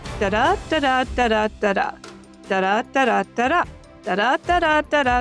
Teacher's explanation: It is 8 pairs of stressed, unstressed syllables, followed by 6, followed by 8, followed by 6. · Term: common meter